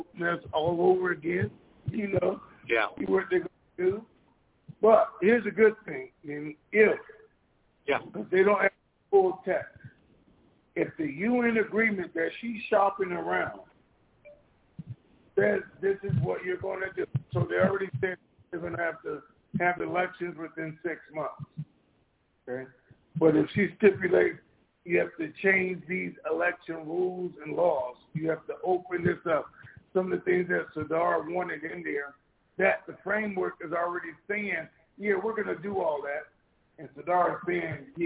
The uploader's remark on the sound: TNTSuperfantastic Conference Call